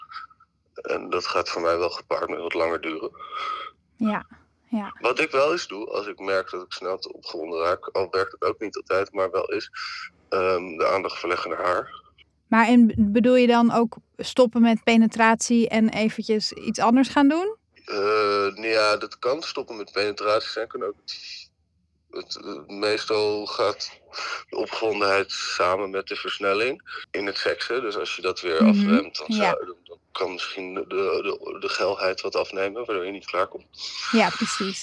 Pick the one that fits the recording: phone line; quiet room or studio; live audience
phone line